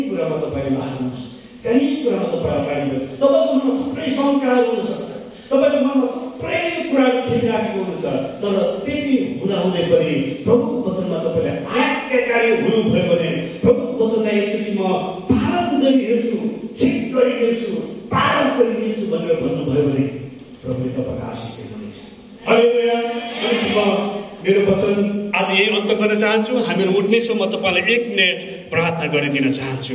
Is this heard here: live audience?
yes